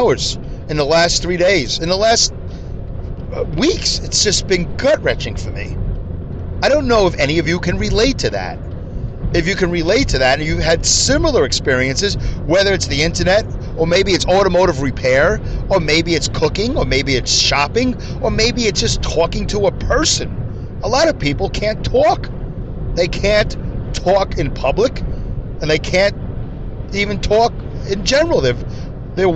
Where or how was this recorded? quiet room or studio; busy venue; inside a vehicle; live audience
inside a vehicle